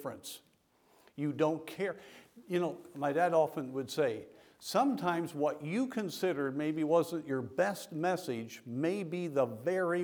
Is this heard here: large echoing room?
yes